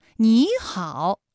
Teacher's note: 也就是214加214直接演变成了35加214 · Term: 三声的变调